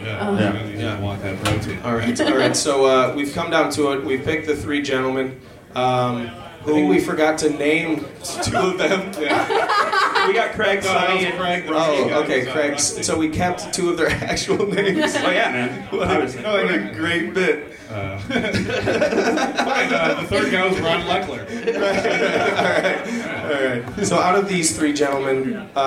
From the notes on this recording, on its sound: Podcasting in front of a live audience. "On the Scene" crowd reporter. Performed and recorded at Z's Bar and Restaurant in Grand Rapids, MI.